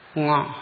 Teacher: അതായത് ഇപ്പോൾ മുങ്ങ എന്ന് പറയുമ്പോൾ അവിടെ വായും മൂക്കും രണ്ടും ഉച്ചരിക്കുന്നു. ശ്വാസം രണ്ടിലൂടെയും വരുന്നു, കുറച്ച് മൂക്കിലൂടെയും വരുന്നു, കുറച്ച് വായുക്കൂടെയും വരുന്നു. · Term: അനുനാസികം